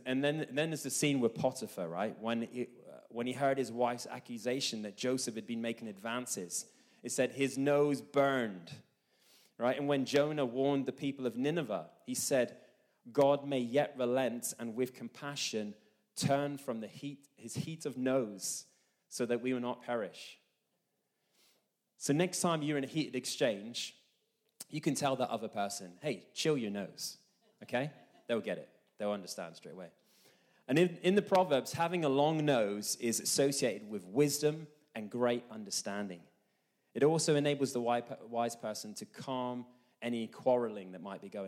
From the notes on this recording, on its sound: This message was recorded live at our Malmö Gathering on Sunday, May 14th, 2023.